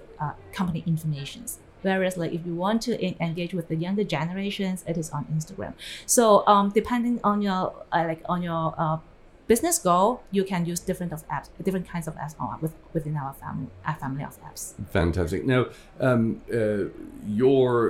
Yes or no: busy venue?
yes